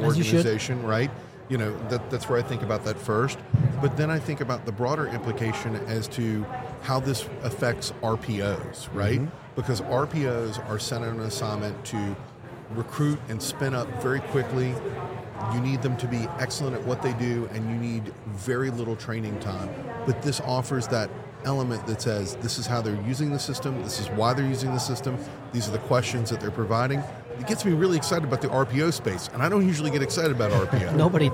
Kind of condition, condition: setting, busy venue